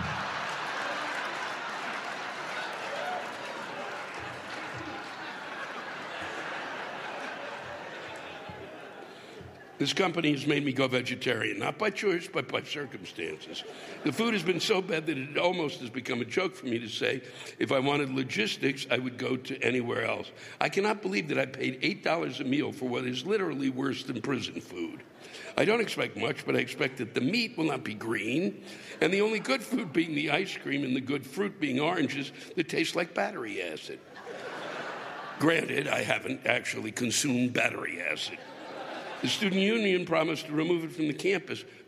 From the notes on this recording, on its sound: The live rants come from the Soaring Eagle (NOT Spread Eagle) Casino in Mt. Pleasant, MI.